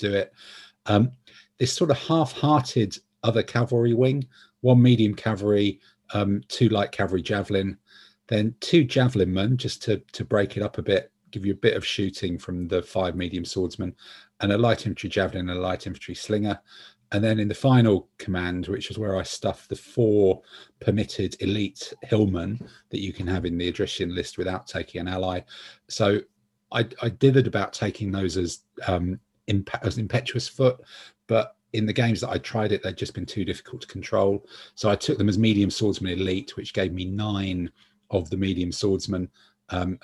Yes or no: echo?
no